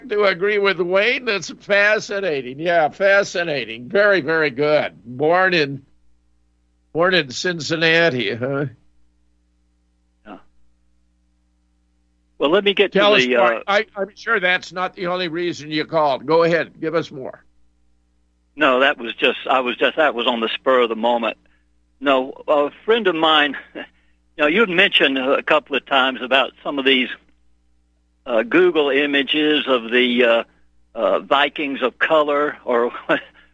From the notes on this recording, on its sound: opens phone lines for callers